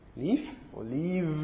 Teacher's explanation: You could have a labiodental fricative, leaf, or leave, v, the voiced version of it.